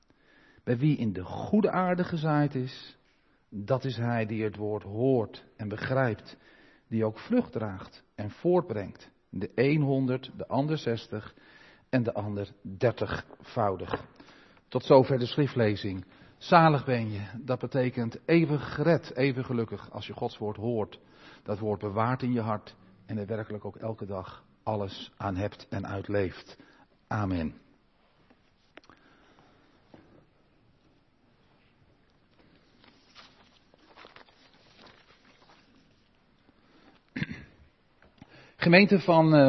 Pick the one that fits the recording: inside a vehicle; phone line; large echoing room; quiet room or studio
large echoing room